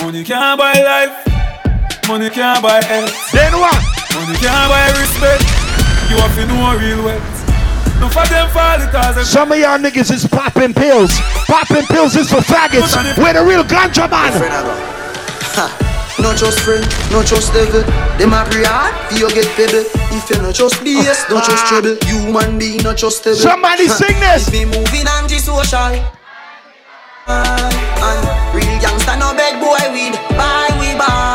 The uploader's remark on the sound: club settingz